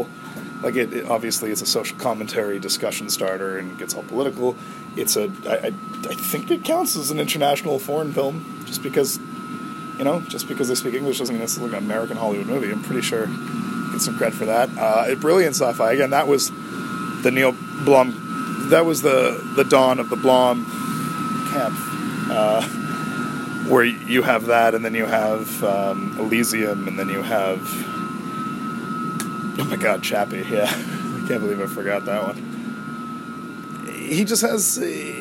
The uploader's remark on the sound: I'm getting mixed reviews on the background white-noises in my recording area, so I'll try a newer (more silent) room for the next taping.